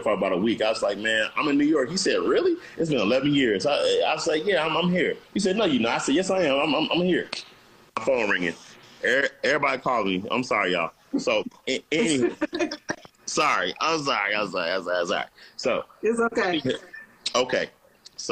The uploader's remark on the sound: Instagram Live